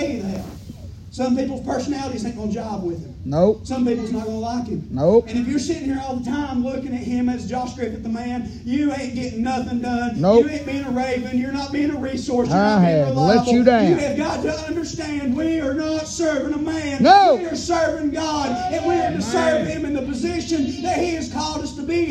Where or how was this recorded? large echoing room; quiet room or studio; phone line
large echoing room